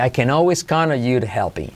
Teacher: La T de to se convierte en R suave porque va entre vocales.